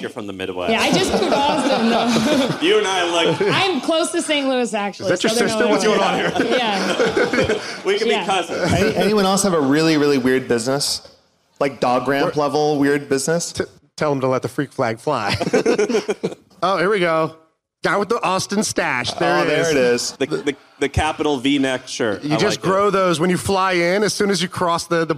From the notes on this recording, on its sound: My First Million Live Event. (Austin, Texas). In Austin, TX for a live MFM event.